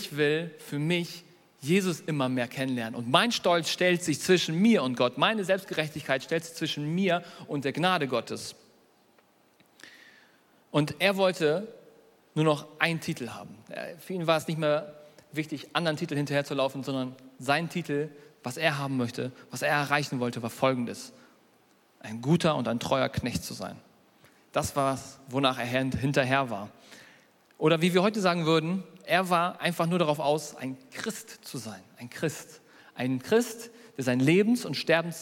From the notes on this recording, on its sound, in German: Predigt der hoop Kirche.